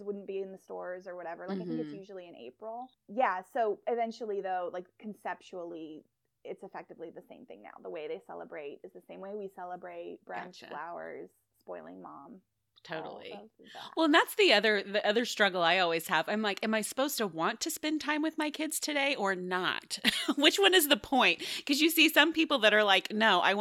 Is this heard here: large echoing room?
no